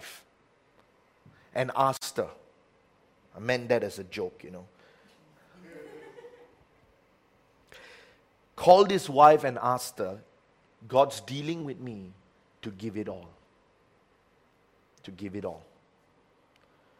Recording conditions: large echoing room